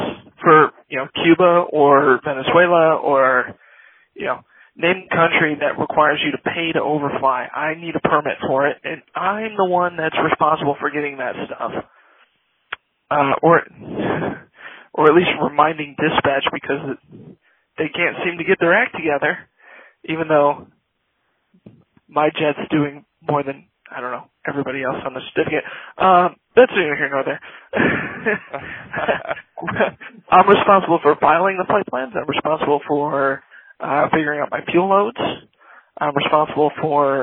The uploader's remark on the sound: our first live caller